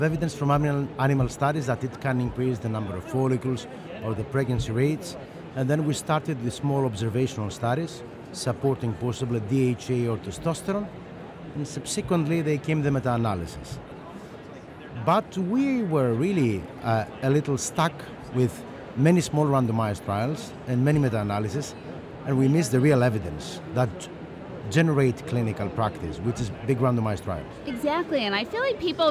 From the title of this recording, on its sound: Live from ESHRE 2023